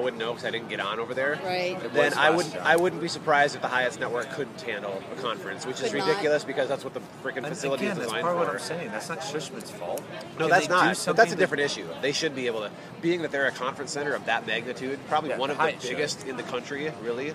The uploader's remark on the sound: Live from SHSMD